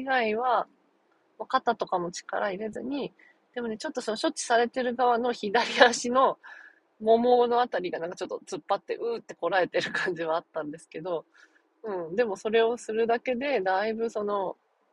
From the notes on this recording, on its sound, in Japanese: 運転中の独り言。翌日こうして無事に運転してます。